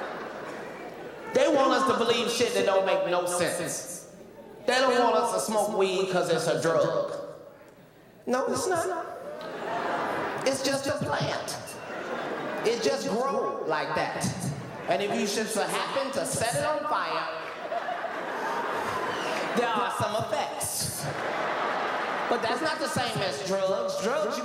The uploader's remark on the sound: LIVE! - CINCINNATI - FULL CONCERT